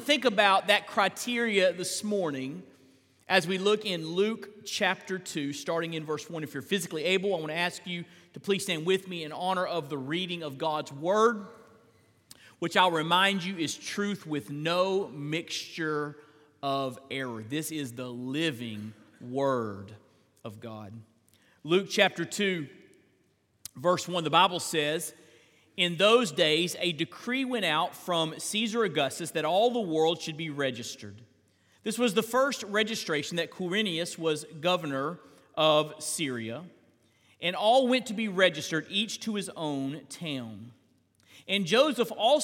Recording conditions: large echoing room